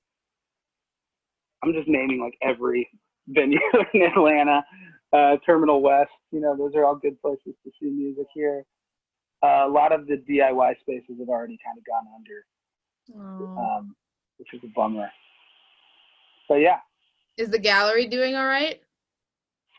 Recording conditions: video call